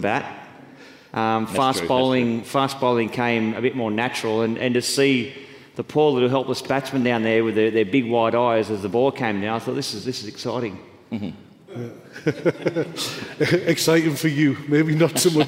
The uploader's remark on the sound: Recently Sekuro held a corporate event named Sekurokon. In front of a live audience.